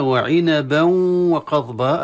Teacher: ليس واوا خالصا، إن واوا مع نكهة الغنة · Term: إدغاما ناقصا